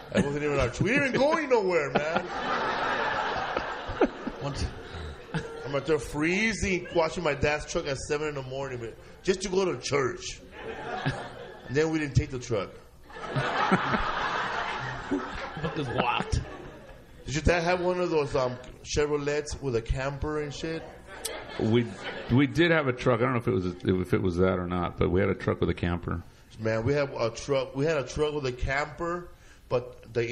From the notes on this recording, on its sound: We celebrated by doing the podcast in front of a live audience. At the Ice House in Pasadena and we brought back a bunch of our past guests. Podcast Live in L.A.